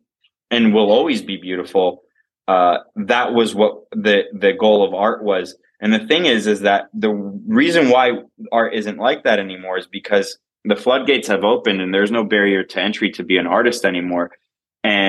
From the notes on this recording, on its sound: Recorded via Zoom at a Starbucks in somewhere in Miami.